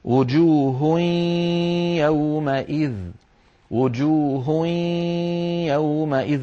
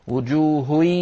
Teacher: الجزء اللساني من النون قد تحول إلى ياء وبقيت الغنة · Shown in: first take · Term: إدغاما ناقصا